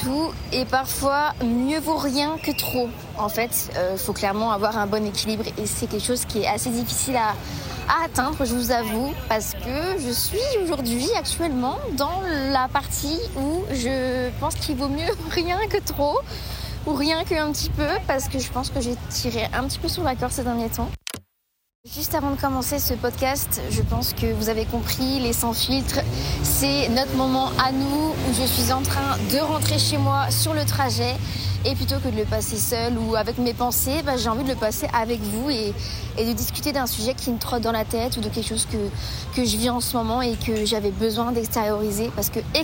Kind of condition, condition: setting, inside a vehicle